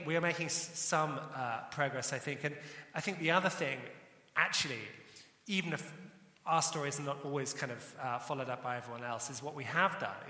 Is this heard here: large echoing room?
yes